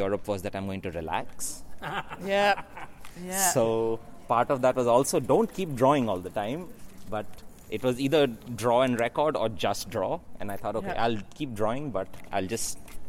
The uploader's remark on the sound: recorded in Utrecht while sketching beside the Domkerk, speaking with urban sketchers and random passersby who stopped